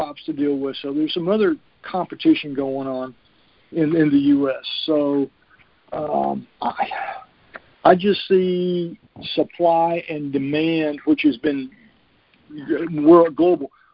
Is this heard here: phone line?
yes